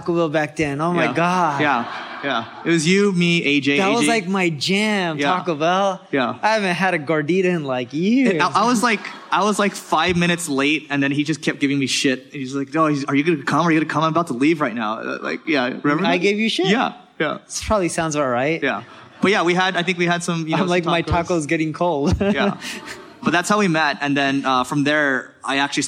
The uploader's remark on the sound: We present a segment of the Q & A from our Marketing School Live event. Tune in to hear some insightful questions from the conference attendees.